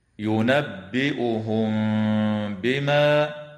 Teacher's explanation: وإخفاء شفوي مع الغنة للميم الساكنة عند الباء